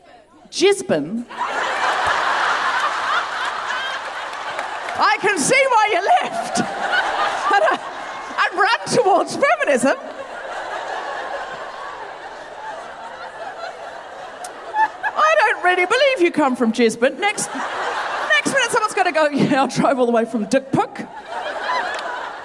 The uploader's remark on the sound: At the TSB Arena in Wellington.